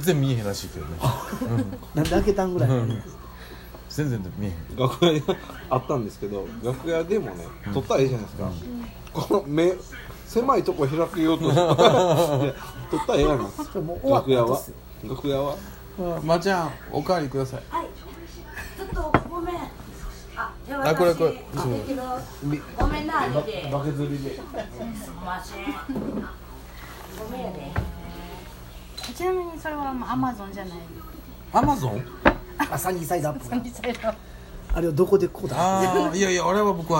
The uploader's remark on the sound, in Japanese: 神戸、SPACE DOG!RECORD(お店)より。